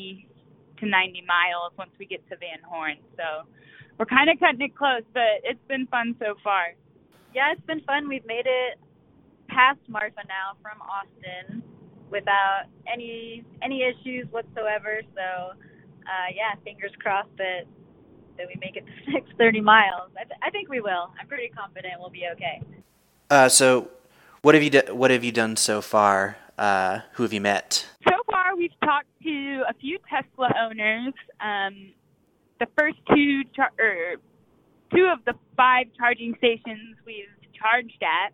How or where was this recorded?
phone line